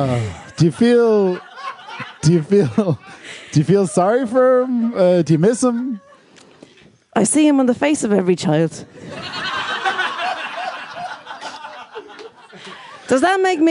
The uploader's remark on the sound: Live at The Tightrope